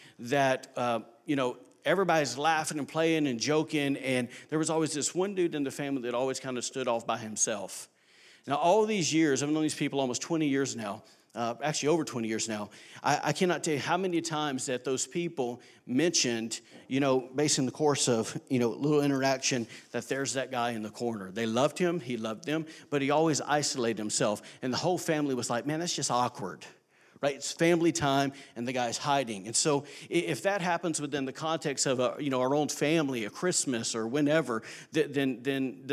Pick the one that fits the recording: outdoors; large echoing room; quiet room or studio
large echoing room